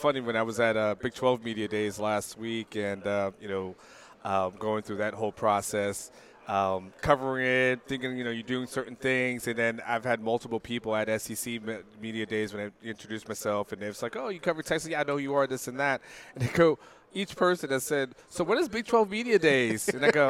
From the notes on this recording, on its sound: live from the College Football Hall of Fame in Atlanta for Day 2 of SEC Media Days!